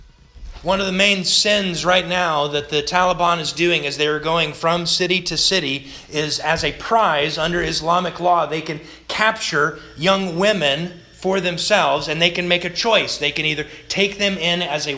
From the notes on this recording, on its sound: This sermon was delivered August 29th, 2021 to the Galena Bible Church